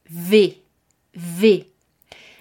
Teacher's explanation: Tenemos que hacer el esfuerzo con los dientes. Eh, a este sonido le conocemos también como labiodental